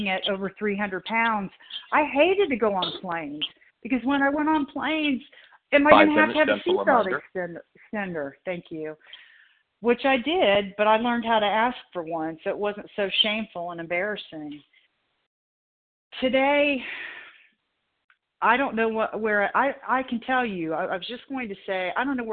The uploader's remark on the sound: the 100 Pounders Phone Meeting